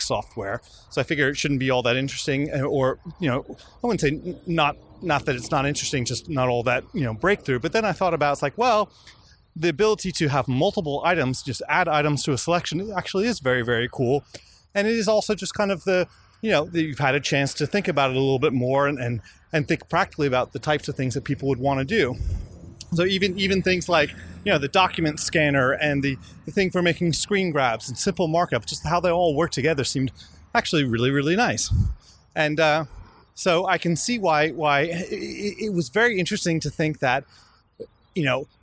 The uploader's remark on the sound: while walking back to their accommodation